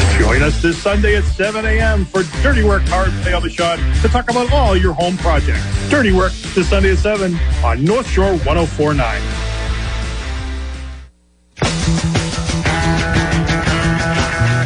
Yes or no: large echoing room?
no